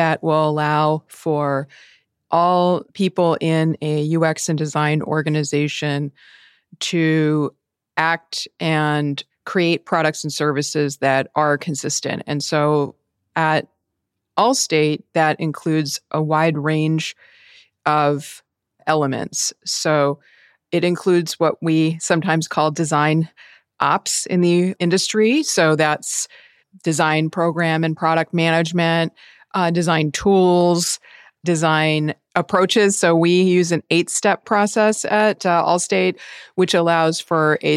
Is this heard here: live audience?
no